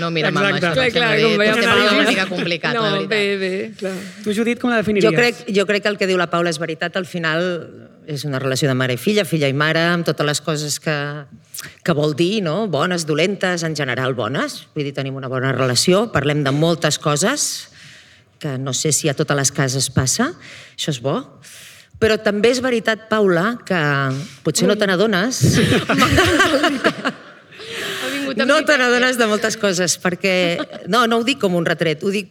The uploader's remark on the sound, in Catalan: Programa en viu des de la jornada de pòdcasts per combatre la pressió estètica organitzada per Ràdio Primavera Sound, el departament d'Igualtat i Feminismes de la Generalitat de Catalunya i l'institut Català de les Dones.